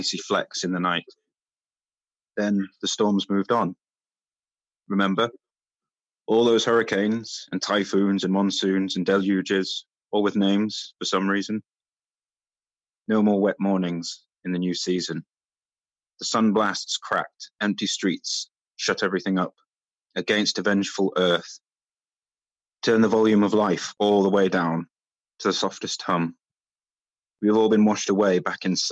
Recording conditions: video call